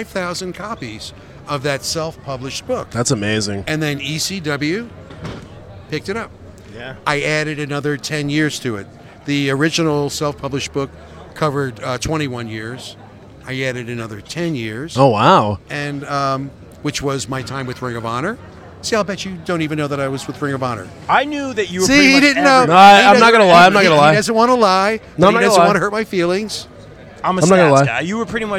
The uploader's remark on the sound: LIVE at 80s Wrestling Con here in New Jersey.